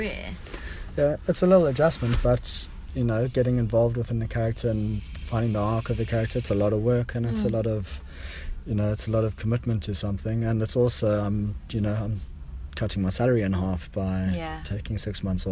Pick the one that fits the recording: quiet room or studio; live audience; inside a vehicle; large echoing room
inside a vehicle